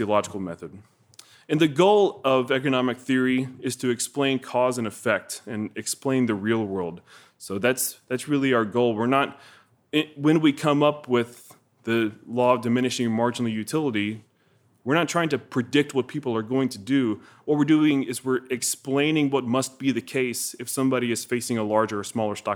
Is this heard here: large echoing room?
yes